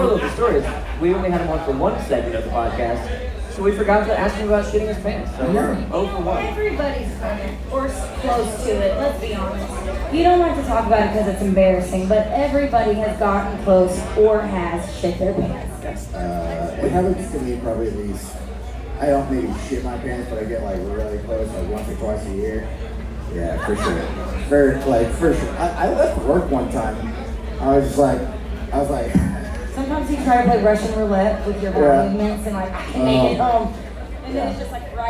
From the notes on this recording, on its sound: For the first time in the history of the pod, the gang records live in front of an audience of tens at …’s Banditos bar in Mexico.